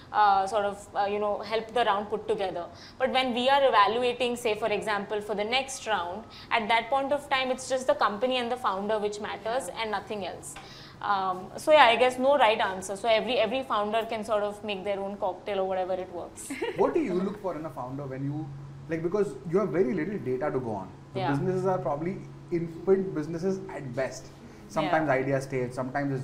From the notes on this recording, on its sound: As we bring you an exhilarating live shoot from the Bombae Pad! With a vibrant audience of dynamic women from the startup ecosystem.